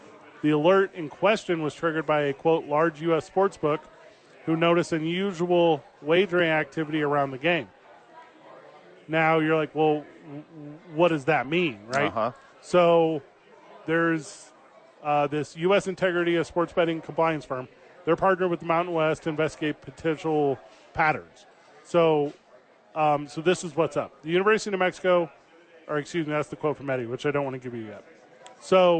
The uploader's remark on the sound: live from Sadies on 4th!